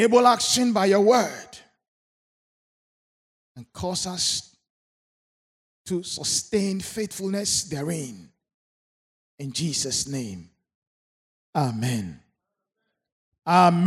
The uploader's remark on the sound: Sermon preached at CBC Shiashie Campus